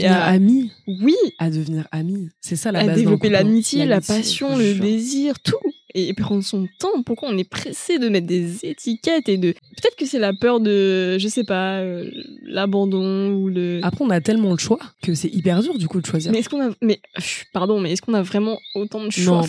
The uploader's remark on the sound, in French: On a totalement improvisé, on a pris les micros (en extérieur d'ailleurs, pardon pour les bruits de fond) et on a débité sans limite.